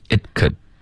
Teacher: it 的这个 t 爆破呢省略，我们不要爆出来，只要舌尖顶上颚而已